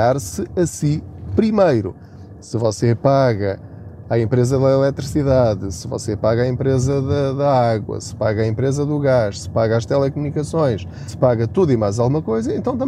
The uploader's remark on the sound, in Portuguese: Não ligue aos barulhos da viagem.